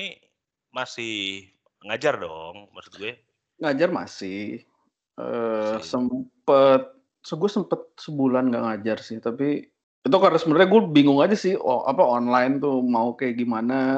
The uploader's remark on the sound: Use earphone for a better listening experience since we have limited resources of recording